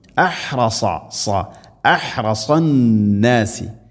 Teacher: ഹ തൊണ്ടയുടെ മധ്യഭാഗം, സാദ് നാവിൻ്റെ മധ്യഭാഗം അണ്ണാക്കിലേക്ക് ഉയർന്ന് സ്വരഭാരത്തിൽ ഉച്ചരിക്കേണ്ട അക്ഷരം.